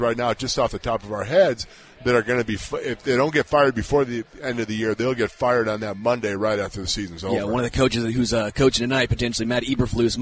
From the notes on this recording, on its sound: LIVE from Hollywood Casino!